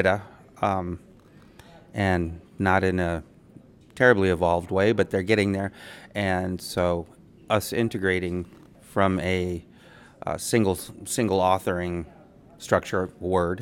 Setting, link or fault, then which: setting, busy venue